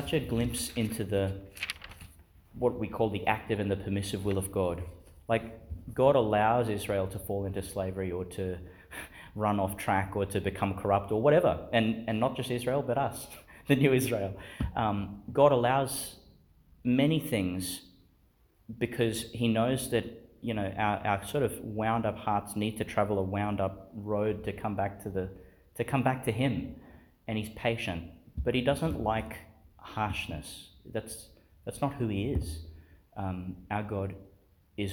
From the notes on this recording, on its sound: delivered at Our Lady Star of the Sea Church, Gladstone, Qld.